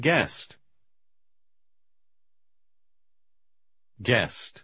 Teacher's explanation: Иногда вы будете встречать слова, которые начинаются с буквы G, после которой будет стоять сочетание U с любым другим гласным звуком. Тогда буква U обычно не произносится, а G звучит звонко.